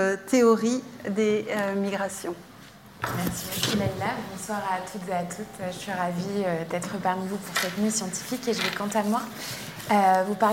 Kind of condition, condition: setting, busy venue